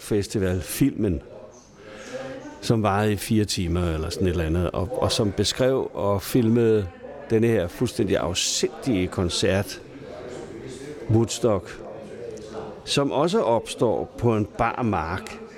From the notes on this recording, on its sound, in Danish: Optaget på Fingerbøllet, Christianshavn.